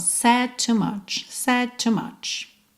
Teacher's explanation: Said com to, você junta num som só.